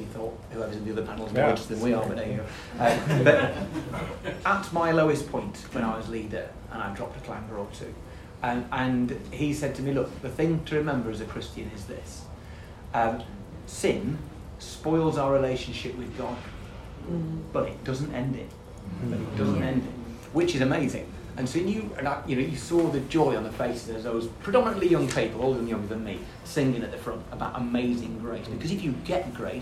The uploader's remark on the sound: Audio from a seminar hosted by LICC at the National Parliamentary Prayer Breakfast 2023 in the Houses of Parliament on Tuesday 27 June 2023.